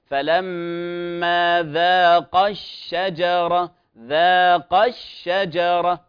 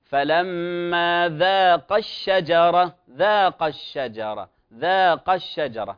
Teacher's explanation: لاحظوا الدفع والضغط على حرف القاف · Shown in: first take · Term: النبر